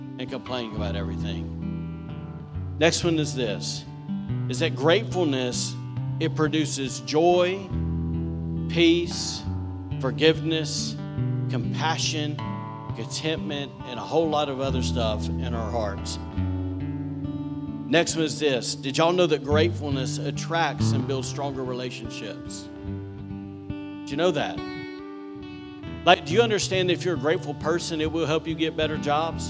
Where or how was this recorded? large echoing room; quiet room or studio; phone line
large echoing room